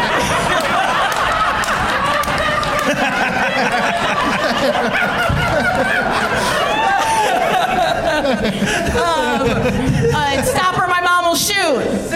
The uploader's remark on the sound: Live from the LOL Comedy Club in San Antonio